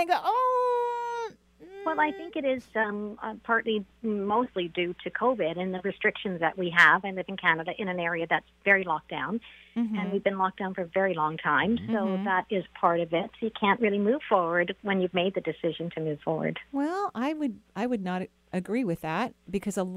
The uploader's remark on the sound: Enjoy a call in show today!